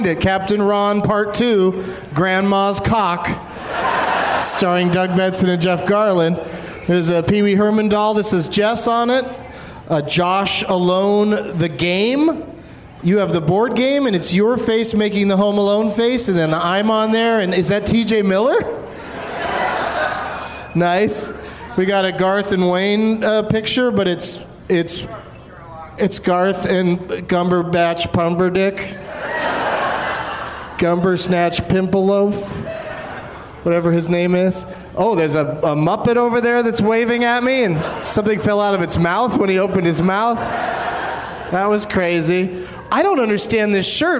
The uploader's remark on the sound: Live from The Improv in Pittsburgh, PA